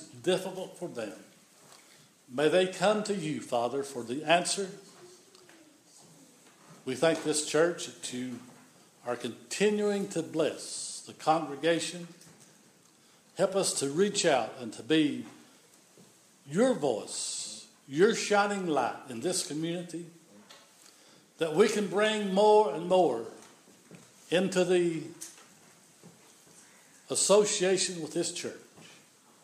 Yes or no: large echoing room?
yes